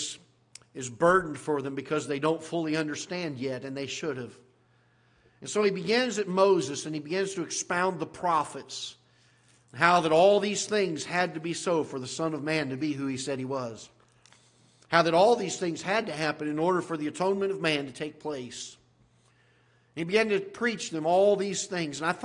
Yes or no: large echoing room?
yes